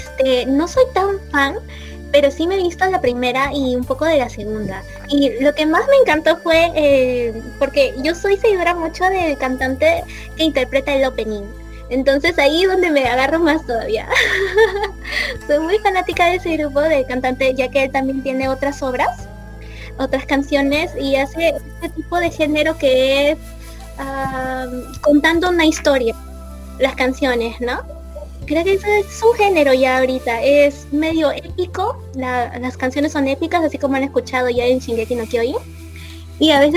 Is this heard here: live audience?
no